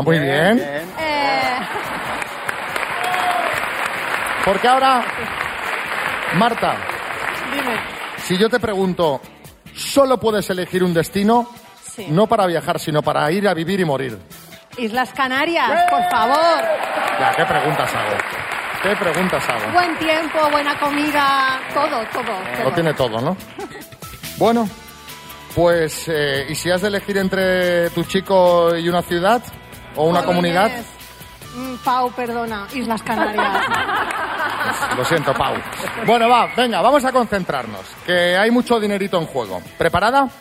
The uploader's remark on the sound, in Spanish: Las Mañanas KISS desde BARCELONA. Nos han llevado hasta Barcelona para reencontrarnos con todo nuestro público en directo. La cita a ciegas se ha trasladado hasta las tablas del escenario: en esta ocasión, el Palau de la Música de Barcelona.